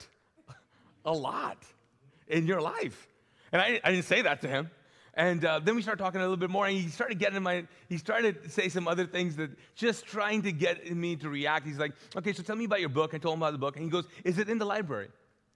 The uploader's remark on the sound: This message was recorded live from the Mosaic Church "Hope Center" in Charlotte North Carolina.